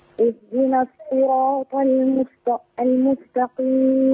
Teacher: هو ياخد بالك بس ما قولش اهدنا الصراط، هي مش بالسين بالصاد، اهدنا الصي، هي مكسورة الصاد، لكن فيها إطباق فبيخليها عالية شوي